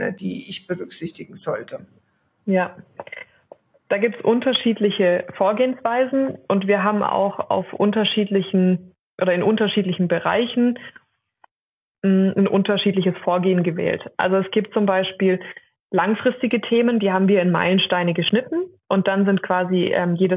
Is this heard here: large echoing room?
no